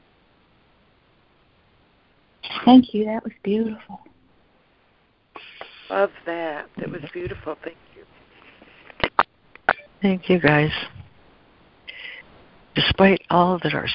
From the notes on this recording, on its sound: ACIM Daily Conference Call